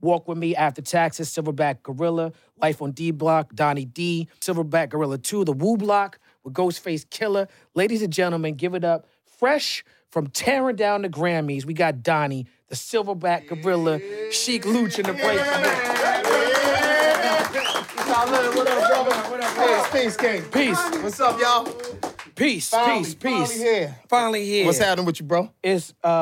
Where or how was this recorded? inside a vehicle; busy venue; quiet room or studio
busy venue